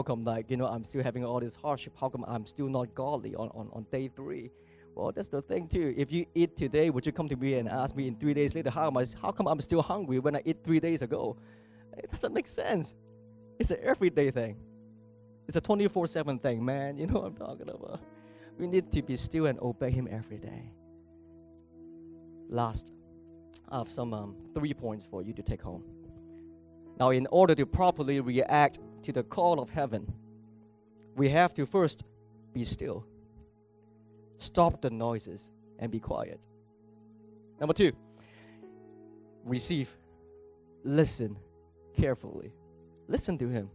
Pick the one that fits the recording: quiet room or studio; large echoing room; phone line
large echoing room